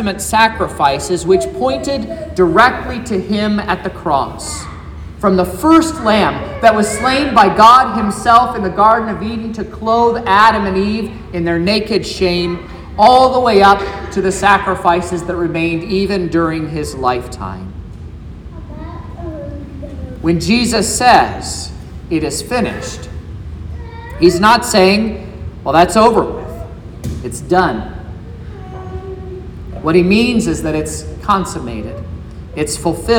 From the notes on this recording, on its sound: This is the sermon preached at Trinity Lutheran Church in Vallonia, Indiana, on Good Friday, April 7th, 2023.